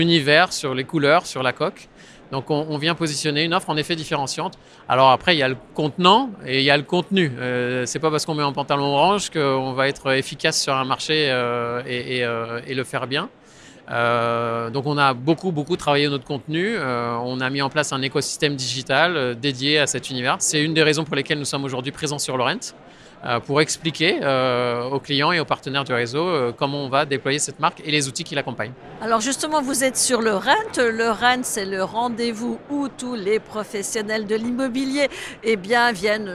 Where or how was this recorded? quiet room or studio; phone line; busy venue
busy venue